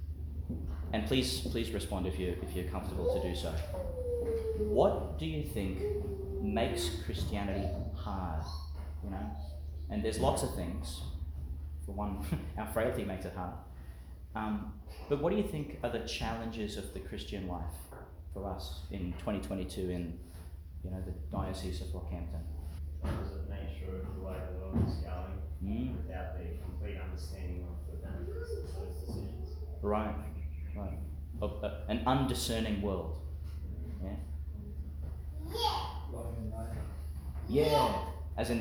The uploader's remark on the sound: Homily for the Twenty-third Sunday in Ordinary Time, delivered in Our Lady of Mount Carmel, Mt Larcom, Qld.